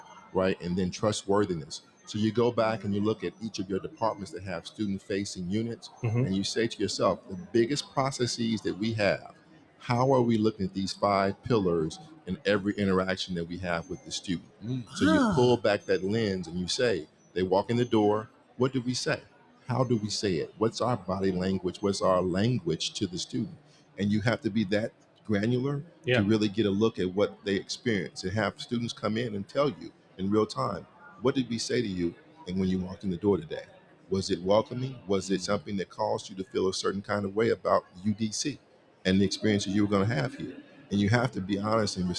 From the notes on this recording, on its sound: In this episode, recorded LIVE from the Anthology Together 2023 #AT23 Conference in Nashville, Tennessee!